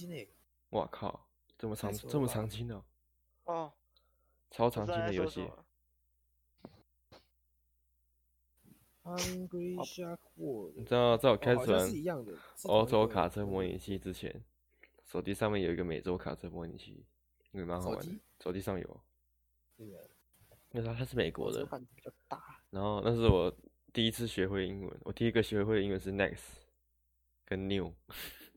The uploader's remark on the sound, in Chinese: 音質甚麼的就沒再管了